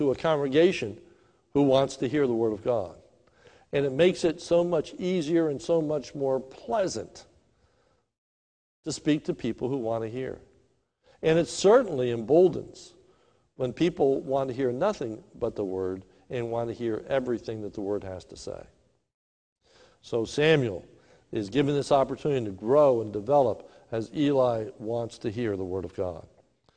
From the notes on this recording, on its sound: This is a sermon recorded live at the Lebanon Bible Fellowship Church in Lebanon, PA